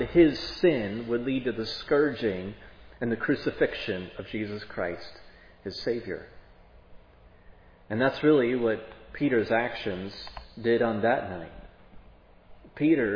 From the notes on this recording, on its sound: preached at Providence Church on Sunday, July 31, 2022